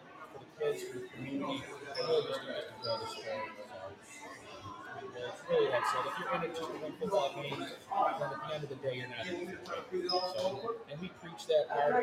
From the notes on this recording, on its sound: Happened ONSITE at The Wildcat Sports Pub. Happened ONSITE at The Wildcat Sports Pub. On-location on 3680 Milton Ave, Camillus, NY.